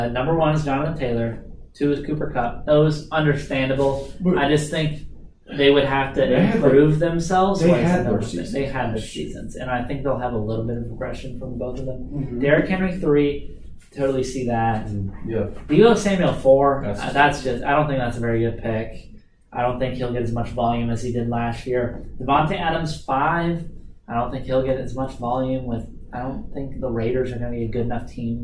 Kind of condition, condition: fault, poor microphone